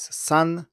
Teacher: 3 in Mandarin is san, and it's pronounced with an unvoiced S